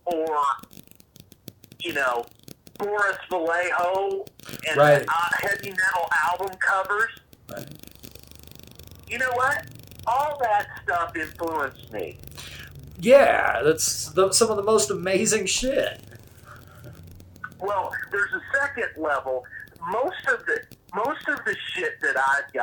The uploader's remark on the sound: This is a raw interview presented because sometimes the conversation is more important than the quality of the audio.